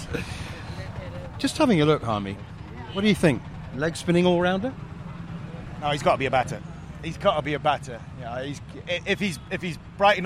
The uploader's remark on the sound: Live from the back of a Tuk-Tuk. Hyderabad.